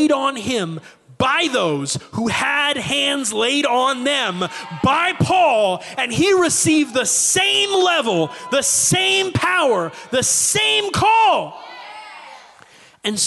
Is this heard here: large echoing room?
yes